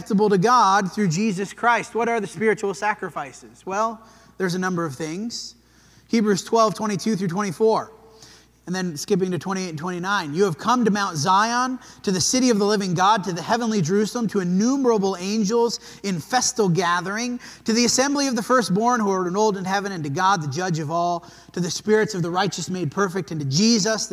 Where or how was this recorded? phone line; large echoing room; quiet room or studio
large echoing room